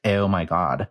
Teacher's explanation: the Western dialect, the O is almost like more forward, like, oh, like I'm going to exaggerate it like a Valley Girl sound, but like, oh my God.